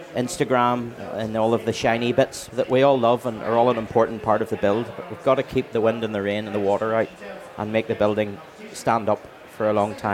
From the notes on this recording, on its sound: Recorded at Selfbuild Live Belfast in October 2023.